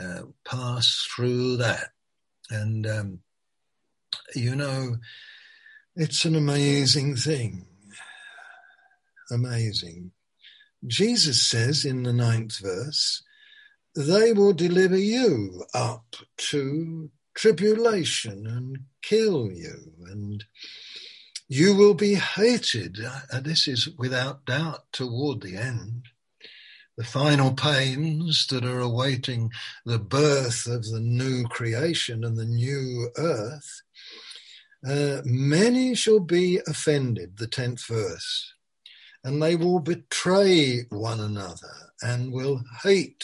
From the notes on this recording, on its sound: Malaysia Meets (Zoom).